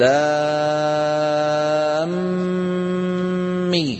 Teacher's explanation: ألف لام ميم شو بنعمل؟ تدغم الميم في الميم، نقول لام مي. · Term: ادغام